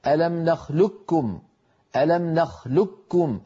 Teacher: أما نخلقكم فالقاف نعم مستعلية، لكن العرب استساغوا أن ينطقوها كاف مشددة فيقولون: ألم نخلقكم ألم نخلقكم، فيدغمون القاف في الكاف فيكون النطق بكاف مشددة. بعض العرب كان يبقي من القاف استعلاءها، لذلك قال: والخلف بنخلقكم وقع.